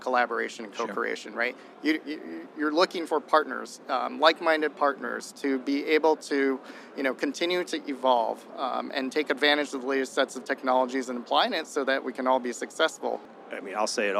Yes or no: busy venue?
yes